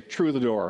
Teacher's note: People look at TH and just say T.